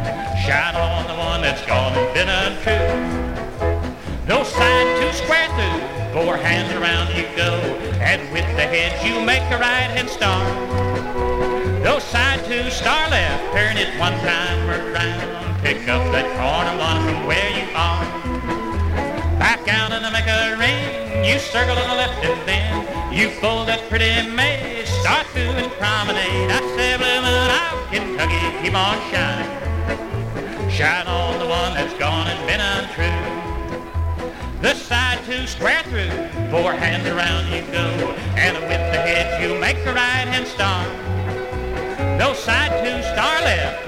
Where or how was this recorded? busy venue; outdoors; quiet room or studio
busy venue